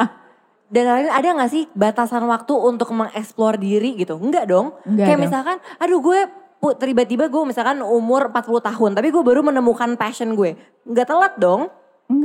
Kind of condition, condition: setting, live audience